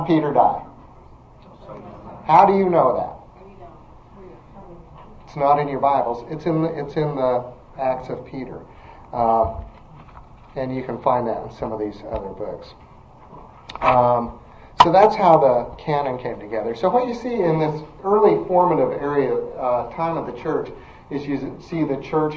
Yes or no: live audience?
yes